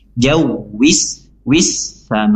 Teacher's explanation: Kemudian jawis sama, ya, di sini ada wawu berharokat kasroh langsung masuk ke alif lam yang terdapat di lafaz huruf sin, ya, bertasydid, maka hukum bacaan adalah alif lam syamsiyah, yaitu al di sini dileburkan dimasukkan ke sin langsung